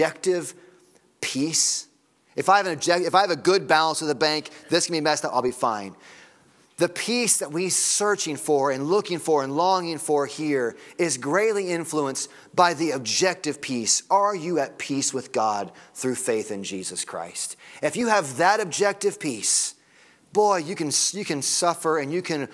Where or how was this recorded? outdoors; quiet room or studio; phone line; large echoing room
large echoing room